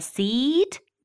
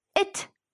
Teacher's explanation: Здесь мы произносим длинный «и», а английское слово «это», которое звучит «it», требует короткого «и».